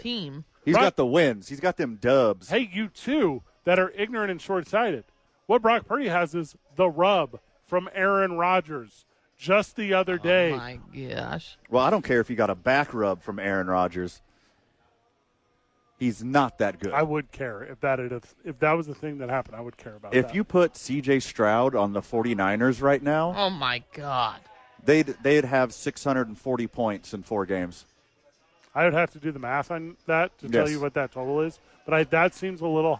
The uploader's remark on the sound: live from ABQ AXE talk Balloon Fiesta